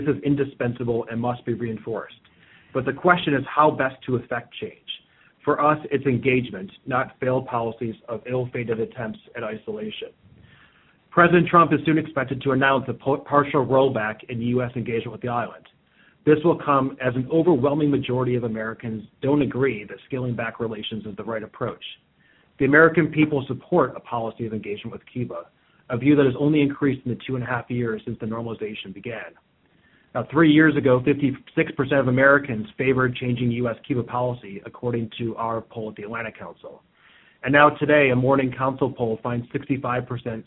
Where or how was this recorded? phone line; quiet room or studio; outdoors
phone line